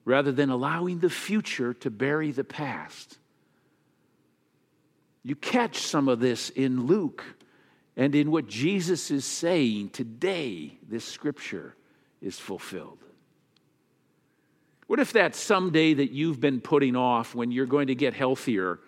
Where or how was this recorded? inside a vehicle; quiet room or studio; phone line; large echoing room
large echoing room